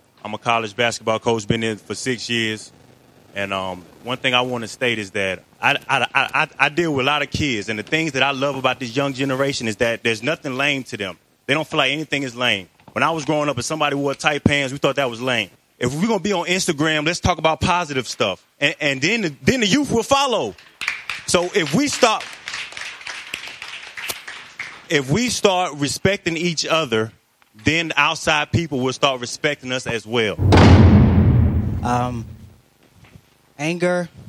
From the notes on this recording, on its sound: K-100 Radio was live at the #UniteATL #HipHopTownHall event that was held at the Omen Agency in downtown Atlanta.